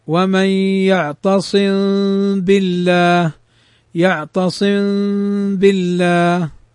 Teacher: إخفاء النطق بالميم الساكنة إذا وقع بعدها باء مع الغنة · Term: الإخفاء الشفوي